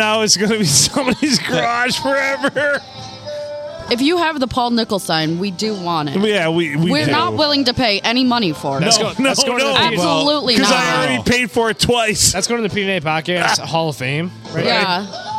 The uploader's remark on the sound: Recorded at the other round table in the main bar at the Blue, on a Monday night.